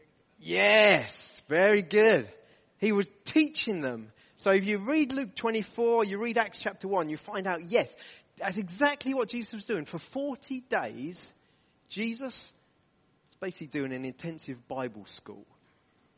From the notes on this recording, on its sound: From the Deeper conference at Emmanuel Church Durham on Saturday 25th February, 2023.